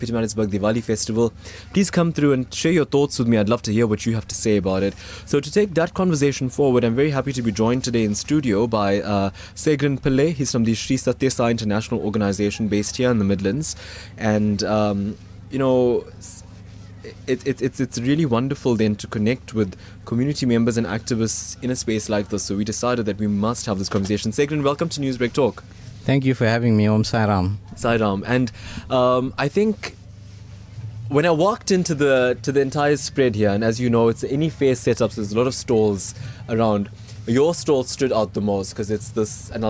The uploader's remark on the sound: live from the Midlands Diwali Festival